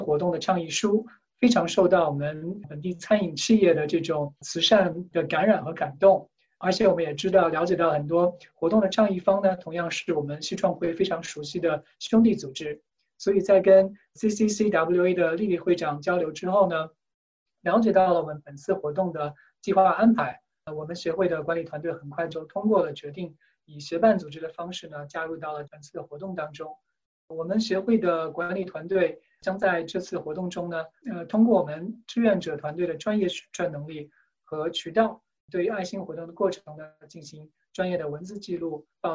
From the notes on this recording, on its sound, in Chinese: 这是4月13号我在线上主持的新闻发布会录音的最后一部分。